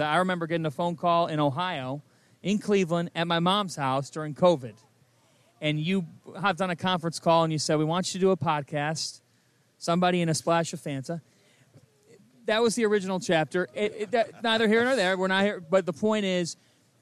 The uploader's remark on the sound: LIVE from NRG Stadium